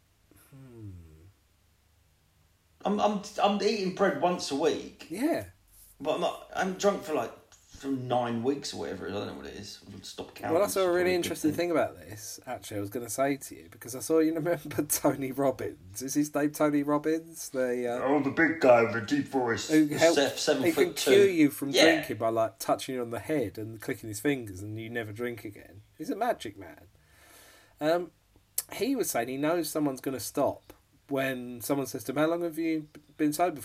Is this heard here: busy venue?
no